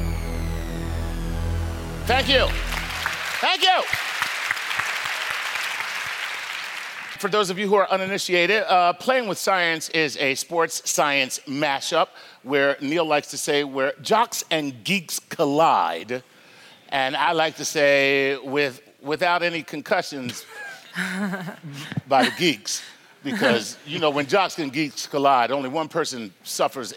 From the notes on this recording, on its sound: Playing with Science at BAM. Record live at “StarTalk at BAM: Science is Everywhere.”